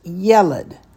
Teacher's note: The accent is on the ye. · there are two segols in a row. The first one gets the accent. So this word is pronounced yeled.